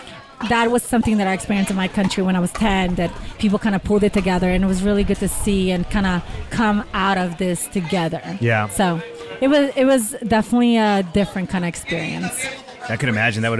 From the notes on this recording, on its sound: Live from the 2019 Beer City Open. In Grand Rapids, MI.